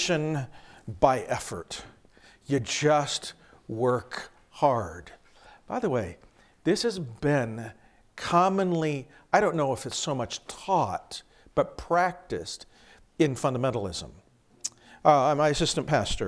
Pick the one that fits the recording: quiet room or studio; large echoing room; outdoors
large echoing room